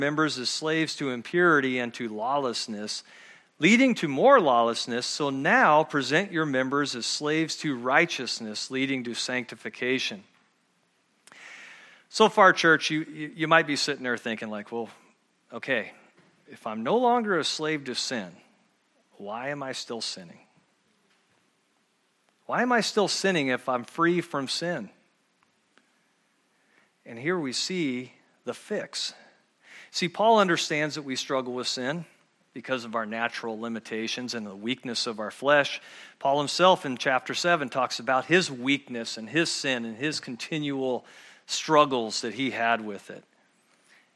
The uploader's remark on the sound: at Murrieta Valley Church in Murrieta, California.